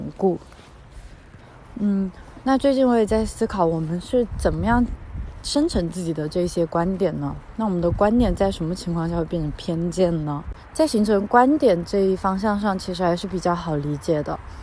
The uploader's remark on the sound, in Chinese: 在新冠肺炎刚刚出现时，是一边散步一边录制的。